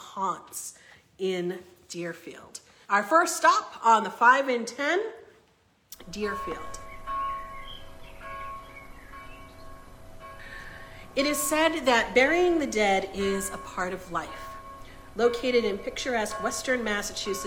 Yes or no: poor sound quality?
no